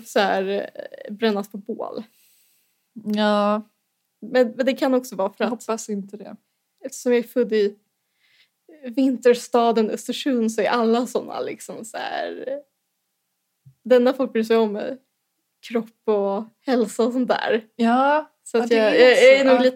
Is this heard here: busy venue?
no